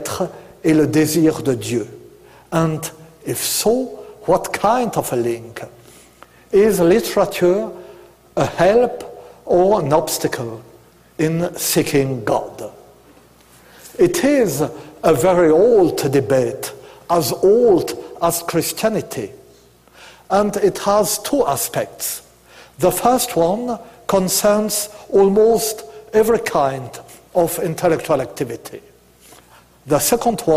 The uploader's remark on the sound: delivered March 5th 2009, at the University of Chicago.